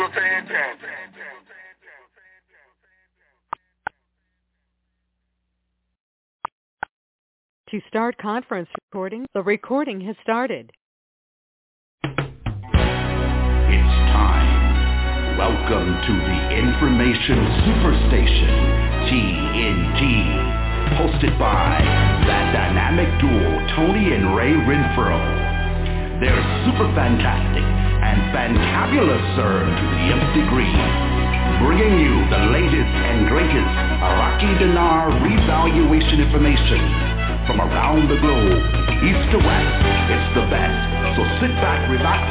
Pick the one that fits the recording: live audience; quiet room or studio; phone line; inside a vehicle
phone line